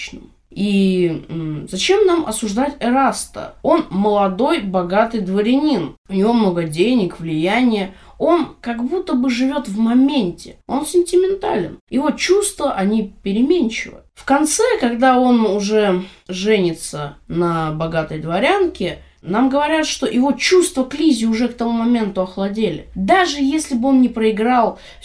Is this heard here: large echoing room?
no